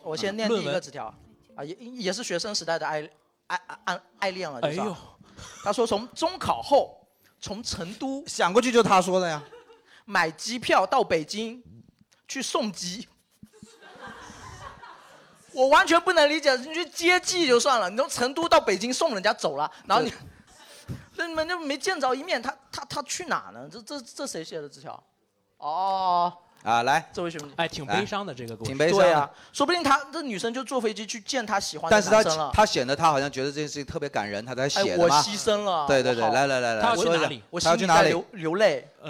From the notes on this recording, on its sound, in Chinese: 本期现场观众分为两大阵营